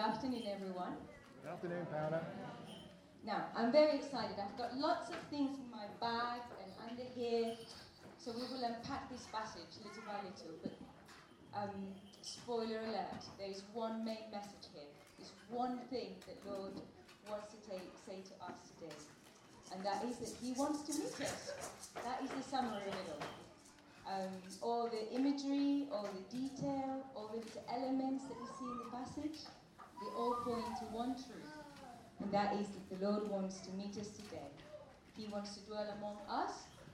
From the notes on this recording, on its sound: At our all-age 3t meeting. With the help of the children. With apologies for the poor quality of the recording.